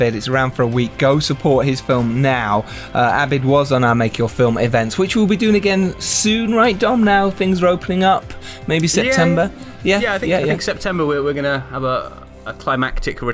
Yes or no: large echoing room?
no